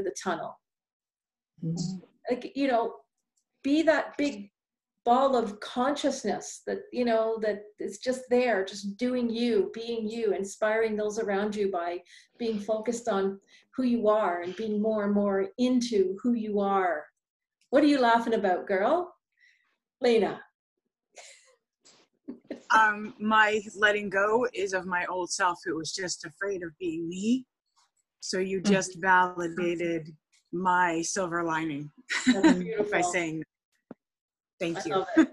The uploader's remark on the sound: Psychic Forecast - Live Group Zoom Event.